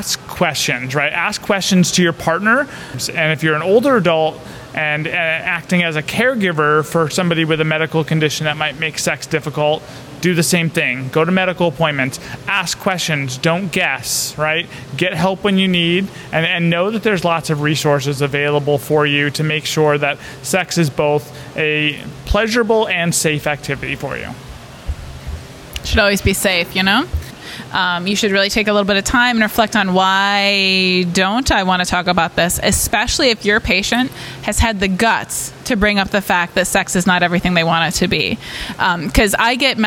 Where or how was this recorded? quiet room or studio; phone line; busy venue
busy venue